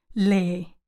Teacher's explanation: Notice how I don't say le e, but le, le, with a long e, rather than two e, e sounds · Term: run words together